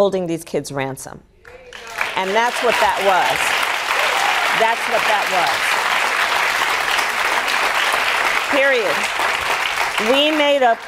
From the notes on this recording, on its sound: answers audience members' questions